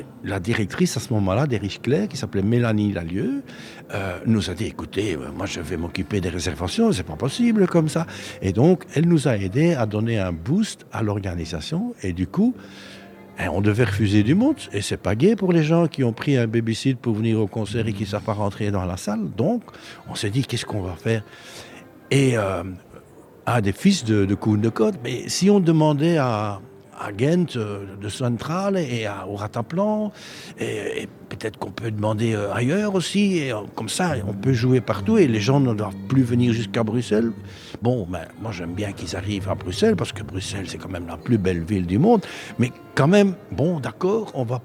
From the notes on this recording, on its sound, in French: Elle est en direct de la place Flagey pour faire vivre les coulisses du festival Djangofolllies.